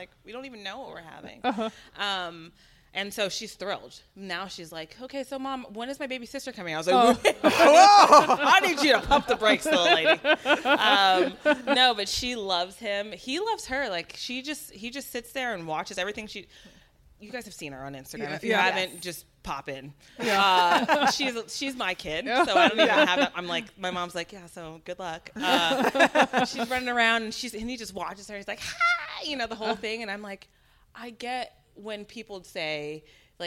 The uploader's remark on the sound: Live at GU HQ. Recorded live in front of audience from the headquarters of GU Energy Labs in Berkeley, California.